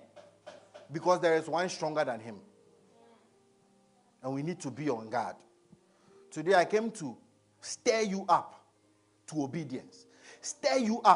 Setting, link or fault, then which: setting, large echoing room